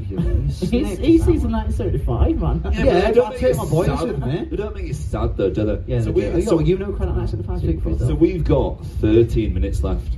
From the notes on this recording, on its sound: Live at Kendal Calling.